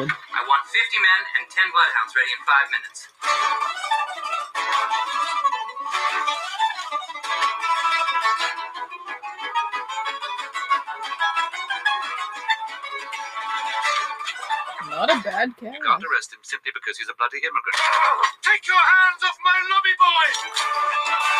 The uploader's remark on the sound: there were some technical difficulties